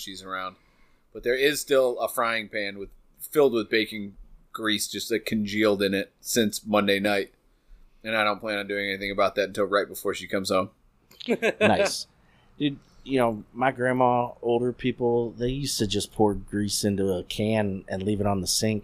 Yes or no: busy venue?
no